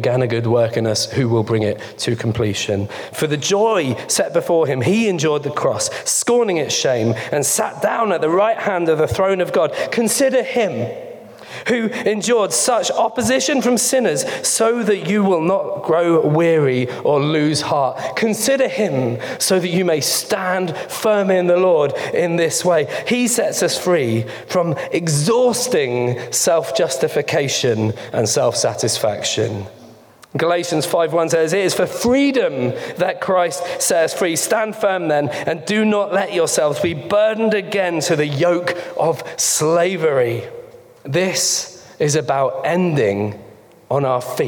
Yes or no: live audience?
yes